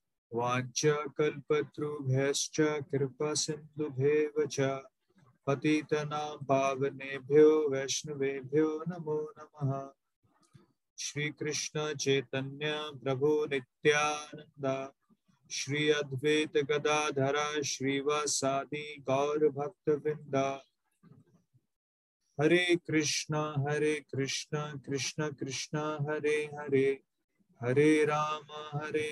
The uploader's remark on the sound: Zoom recorded class